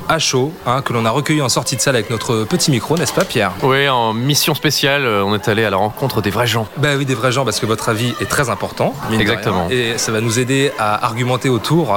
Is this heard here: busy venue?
yes